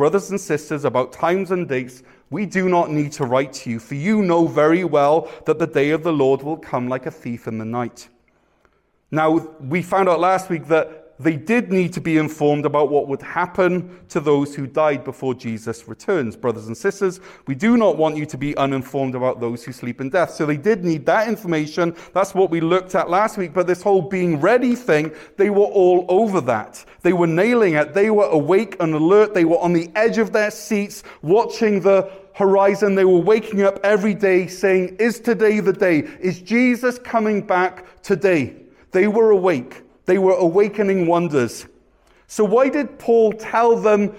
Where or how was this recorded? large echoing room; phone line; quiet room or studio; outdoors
large echoing room